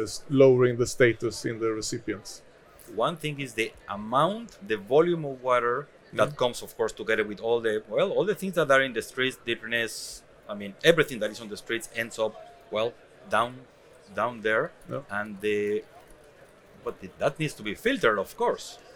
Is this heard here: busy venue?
yes